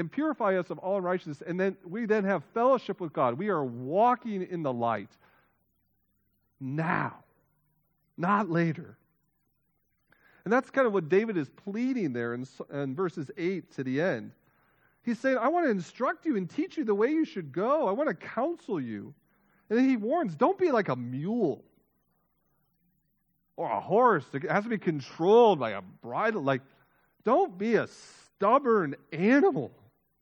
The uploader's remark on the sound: Full length audio recording of this week’s worship service.